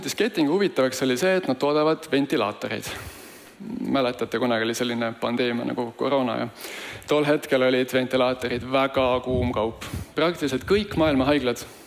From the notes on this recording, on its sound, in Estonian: Taasesitamisel on suursündmusel InvesteerimisFestival 2022 toimunud